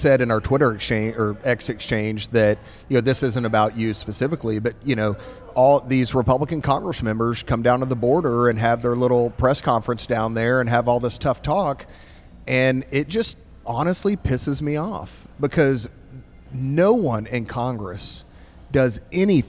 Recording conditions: busy venue